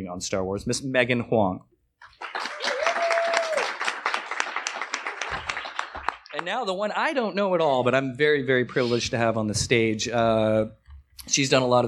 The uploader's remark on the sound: LIve from FanExpo Canada 2023.